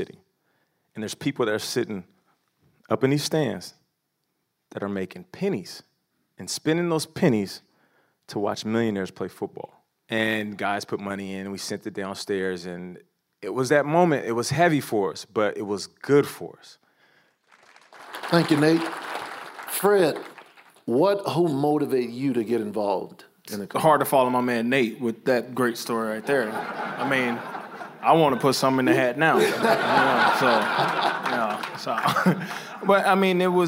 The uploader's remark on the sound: Recorded at the 2018 NFL Draft in Dallas, TX